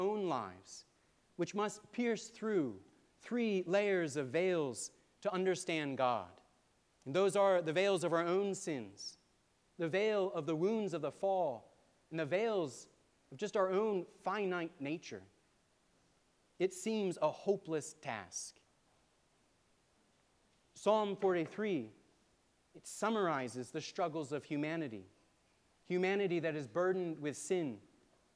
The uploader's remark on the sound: preached at All Saints Anglican Church in Charlottesville, VA on March 26, 2023